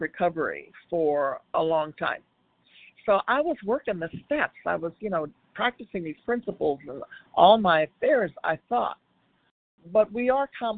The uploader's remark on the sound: from the 100 Pounders Phone Meeting, 8/5/23